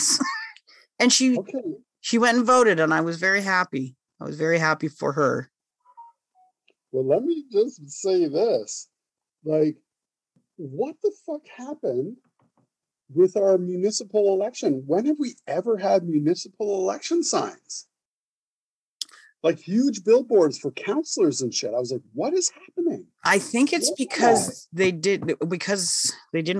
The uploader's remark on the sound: on Zoom